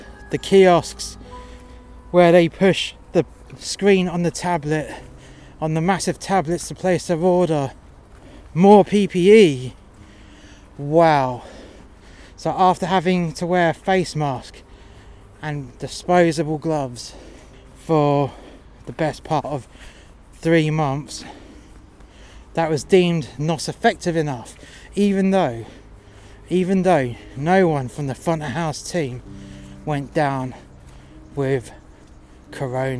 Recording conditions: outdoors